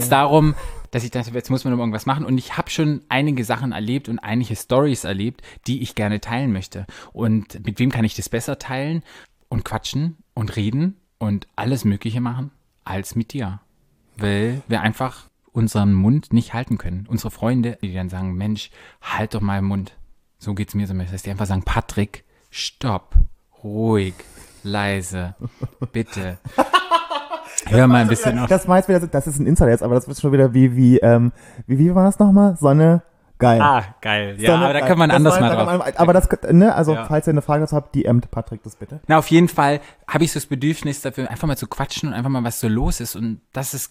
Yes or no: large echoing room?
no